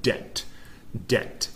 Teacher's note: debt and doubt are two good examples of words where the B is silent before the T.